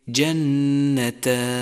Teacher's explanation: التاء حرف مستفل أي لا يستعلي أقصى اللسان عند النطق به، ويلزم من هذه الصفة الترقيق، مثال ذلك جنتان.